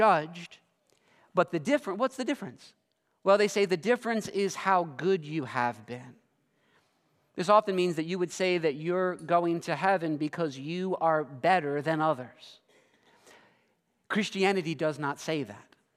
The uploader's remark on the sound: This sermon was preached at Covenant Fellowship Church on December 24, 2023.